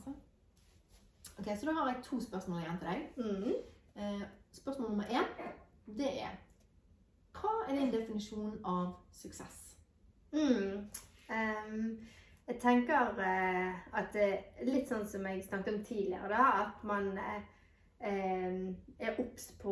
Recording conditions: poor sound quality